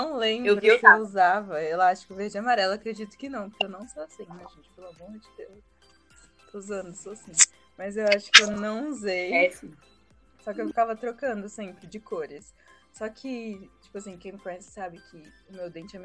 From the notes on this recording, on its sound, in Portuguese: O episódio de hoje sofreu algumas falhas técnicas de áudio